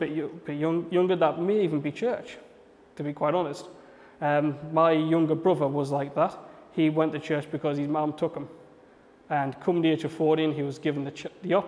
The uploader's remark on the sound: A message I preached at Bethany City Church at their Rise youth and young adults service.